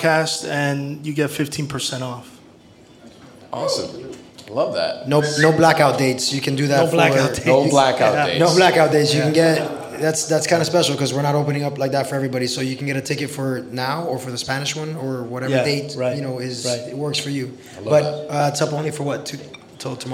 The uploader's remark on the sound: In our fifth installment of Pan Con Podcast Live (presented by Front Of The House) , we hosted a four course dinner for guests. The dinner was held at The Gibson Room. It was an honor to have this reading — and the discussion in this episode — at the core of one of our live recordings.